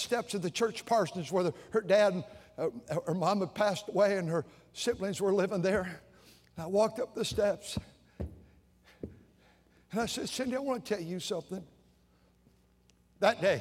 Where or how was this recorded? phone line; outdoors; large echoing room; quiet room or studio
large echoing room